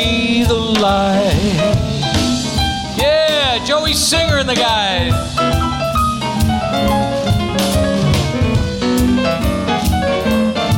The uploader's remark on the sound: Live at the SouthPoint Casino